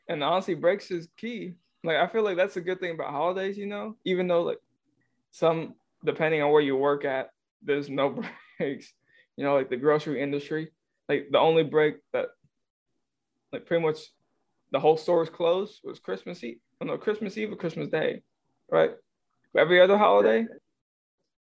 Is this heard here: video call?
yes